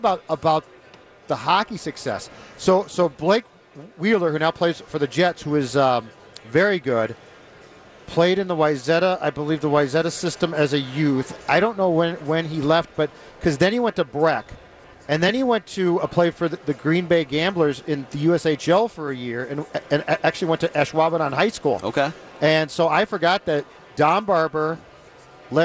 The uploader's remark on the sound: Live from Radio Row all week.